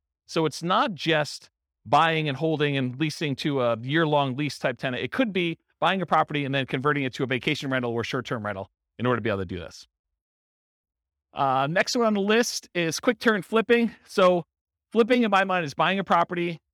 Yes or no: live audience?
yes